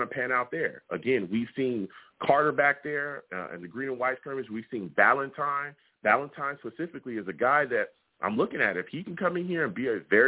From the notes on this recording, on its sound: I take live callers!